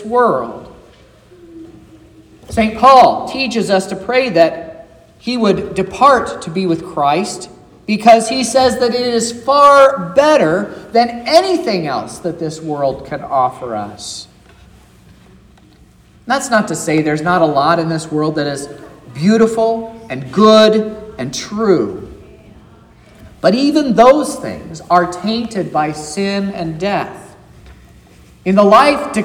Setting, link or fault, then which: setting, large echoing room